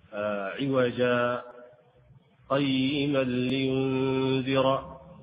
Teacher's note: ألف التنوين في قوله تعالى عوجا، الحمد لله الذي أنزل على عبد الكتاب ولم يجعل له عوجا، بعدها قيما، فنحن نسكت على عوجا سكتة لطيفة دون الوقف يعني بقليل